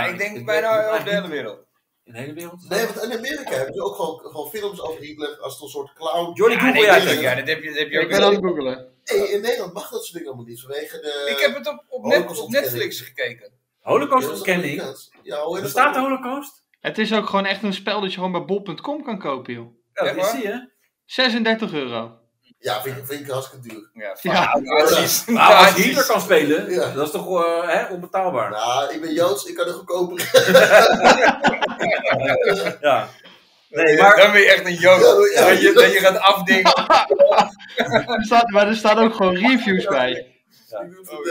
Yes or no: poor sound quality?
yes